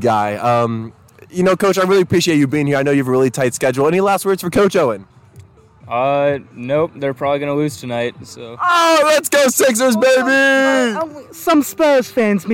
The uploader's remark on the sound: Live From The Tailgate Lots!